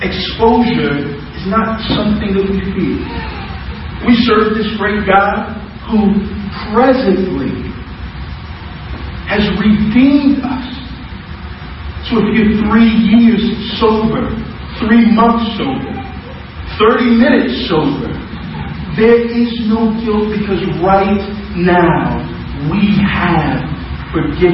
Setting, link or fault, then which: fault, poor sound quality